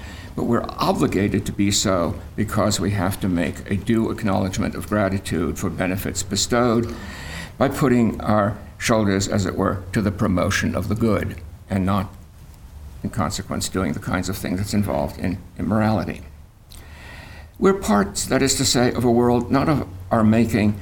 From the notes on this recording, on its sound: Conference at Franciscan University of Steubenville.